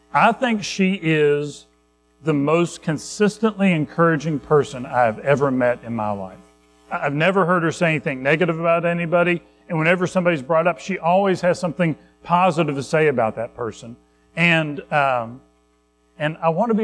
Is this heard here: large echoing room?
yes